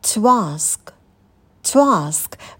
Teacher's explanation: Появляется такой легкий звук «в». Его сильно не нужно произносить, да?